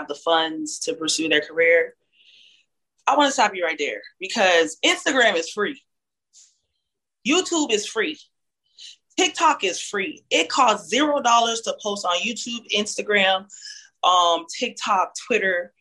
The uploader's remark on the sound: zoom interview